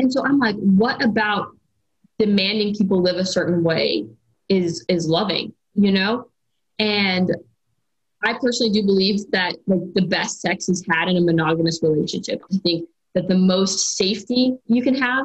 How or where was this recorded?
video call